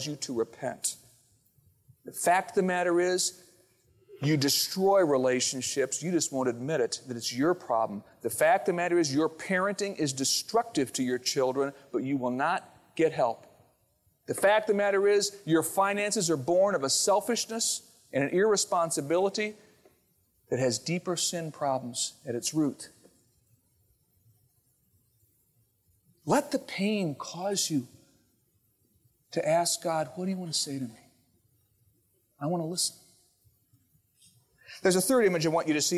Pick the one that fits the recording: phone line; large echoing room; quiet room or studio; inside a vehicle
large echoing room